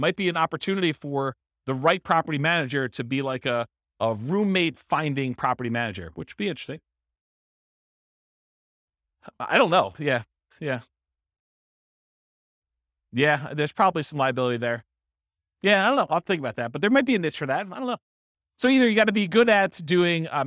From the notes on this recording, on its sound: This was a live class recorded